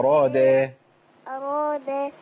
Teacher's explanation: نجيب بقى الدال دال، ما نجيبهاش ضاد